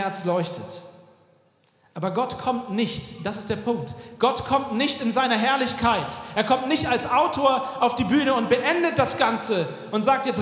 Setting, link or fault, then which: setting, large echoing room